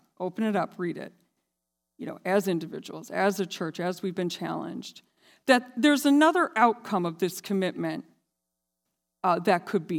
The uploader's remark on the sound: This sermon was recorded live on March 6th, 2022 at Newark United Pentecostal Church.